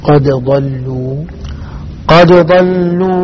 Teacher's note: حتى تظهر الدال بشكل صحيح لابد من القلقلة